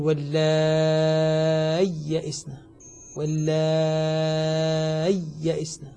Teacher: الحقيقة المذهب الذي عليه القراء والعلماء هنا أنه يظهرها، يظهر الياء فينطق بياءين، وبعضهم قال ينطقها بياء وسكت لطيف حتى تظهر الياء